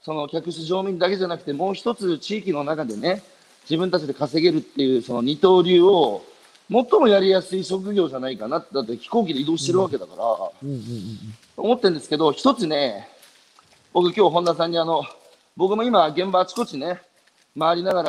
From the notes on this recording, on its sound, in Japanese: 歩きながら1時間、対談する